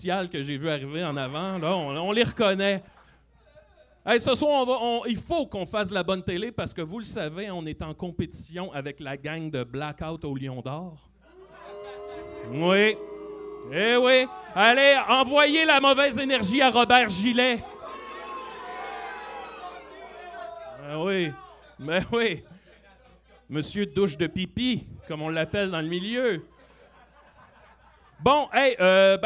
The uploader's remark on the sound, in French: Live au O Patro Vys.